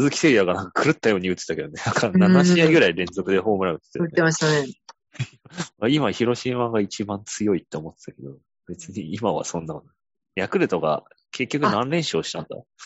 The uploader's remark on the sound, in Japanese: ZOOM収録なのでお聞き苦しい箇所もあるかもしれませんがご容赦を！回線悪かった～！